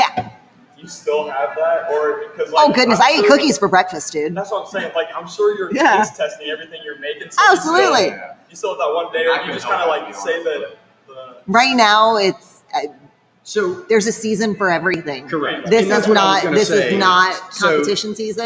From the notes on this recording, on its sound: travel on-site to Holston's Baking Co.